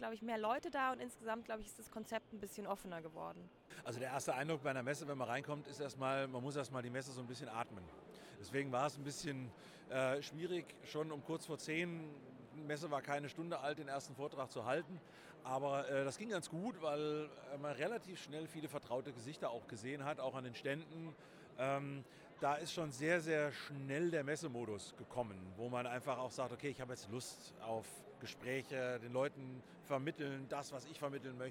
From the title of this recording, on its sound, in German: Live von der ZP Nord 2023